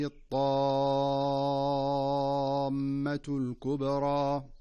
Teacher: فالطاء حرف قوي مستعل مطبق، والتاء حرف مستفل، ولذلك فبينهما فرق كبير وإن اشترك في أصل المخرج.